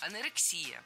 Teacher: Ударение ставим на предпоследний слог, на «и». Анорексия. Хотя многие ударяют это слово неверно.